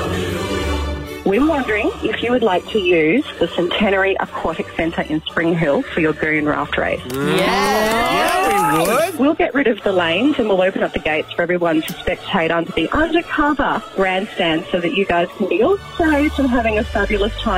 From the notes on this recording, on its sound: called in with some exciting news